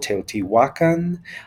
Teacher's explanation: the emphasis ought to be on the second to last syllable